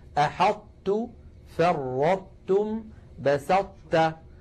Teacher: اللوحة يظهر عليها موضوع الإدغام الناقص في الحرفين المتجانسين، وذلك إذا كان الحرف الأول منهما مطبقا نحو أحطت فرطتم بسطت، ينطبق المخرج على الحرف الأول من غير قلقلة وينفتح على الحرف الثاني الذي هو التاء